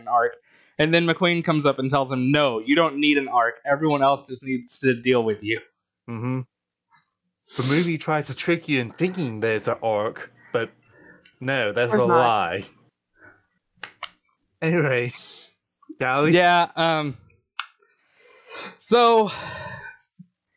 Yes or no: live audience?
no